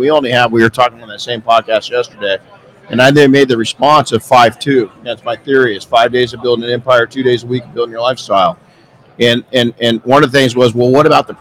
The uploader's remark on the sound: Live from Mobile Tech Expo. Our Saturday morning live session was full of heavy hitting entrepreneurs...